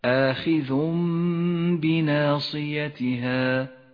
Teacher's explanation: حكم الإقلاب في قوله تعالى: آخذ بناصيتها. التنوين وبعده حرف الباء، يقلب التنوين إلى ميم، نقف عندها بغنة زمنها حركتان